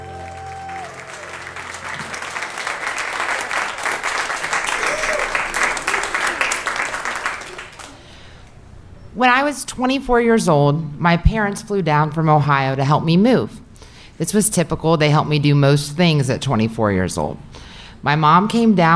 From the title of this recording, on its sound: Live From Orlando!